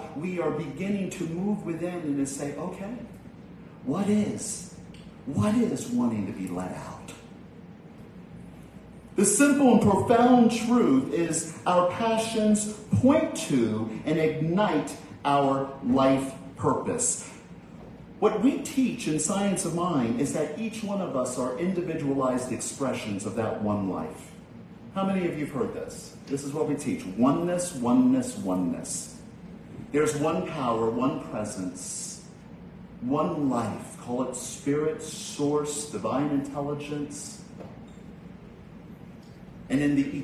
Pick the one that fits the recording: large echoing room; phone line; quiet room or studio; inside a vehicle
large echoing room